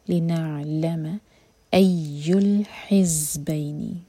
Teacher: زا پر buzzing sound ہے اور ہا حلق سے